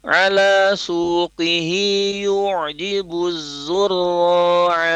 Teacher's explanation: Kalau yu'jibuz itu sifat huruf hamzah, ya, karena dia kata terputus. Sementara ain itu ada mengalir